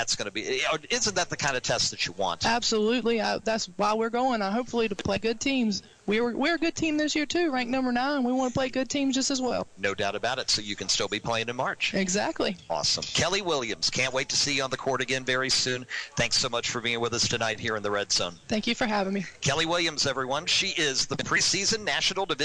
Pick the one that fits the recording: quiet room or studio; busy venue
busy venue